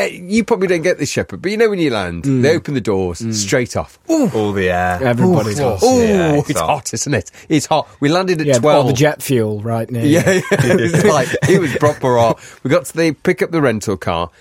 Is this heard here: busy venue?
no